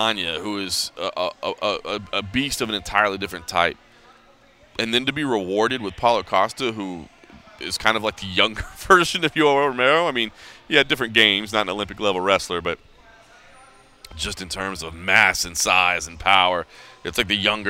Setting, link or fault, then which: setting, busy venue